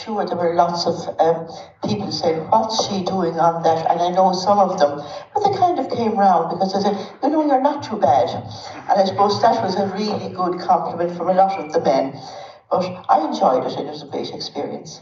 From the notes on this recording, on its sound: Interviews recorded live at the Irish Film Institute at our tenth annual Women in Sport Conference.